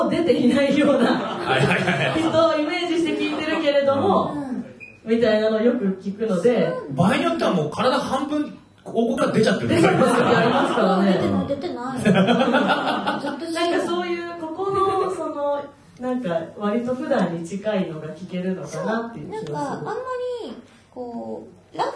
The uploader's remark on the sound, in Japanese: 今週は100回突破記念公開収録の模様をお届け！